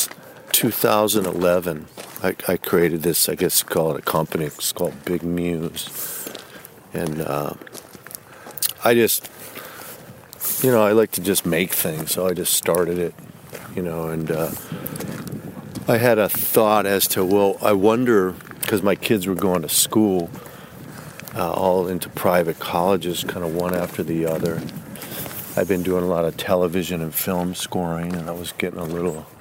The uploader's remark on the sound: walk and talk at his farm in upstate NY